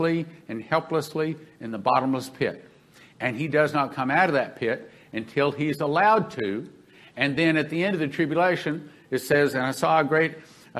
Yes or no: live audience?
yes